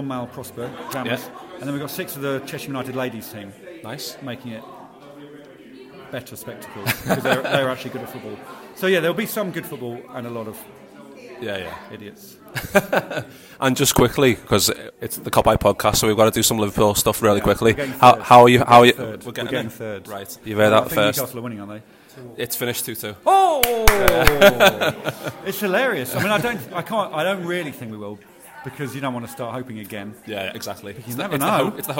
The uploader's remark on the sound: Live at Chesham United’s ground, The Meadow. Ahead of the charity match between Chicken City and Egg United.